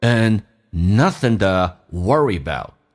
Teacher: And 不被强调，可以弱化成 n，也可以直接弱化成一个鼻音